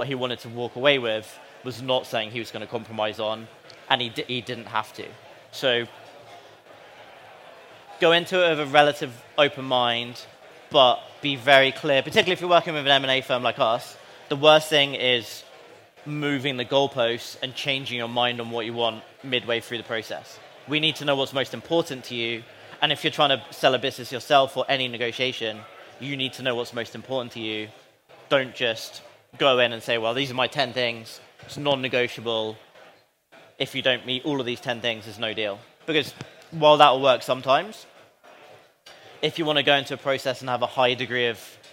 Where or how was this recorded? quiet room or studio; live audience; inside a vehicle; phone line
live audience